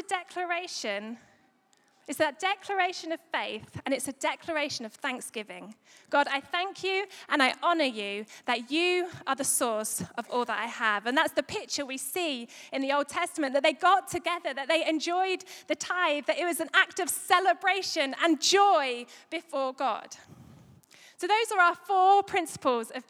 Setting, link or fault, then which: setting, large echoing room